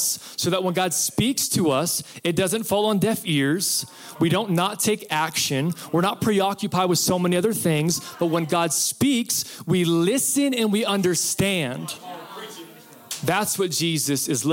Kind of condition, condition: setting, live audience